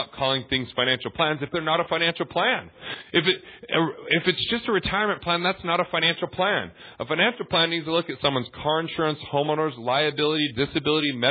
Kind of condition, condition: link, phone line